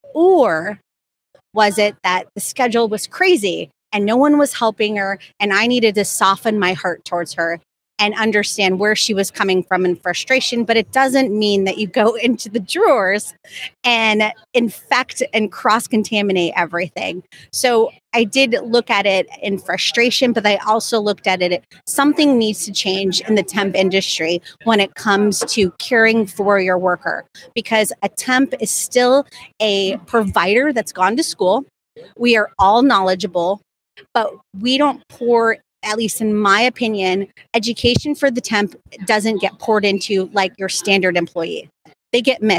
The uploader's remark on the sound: The Dental Handoff LIVE from SmileCon.